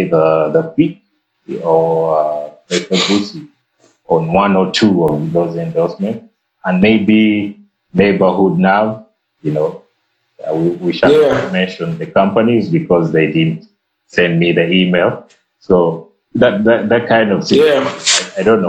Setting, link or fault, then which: fault, phone or laptop microphone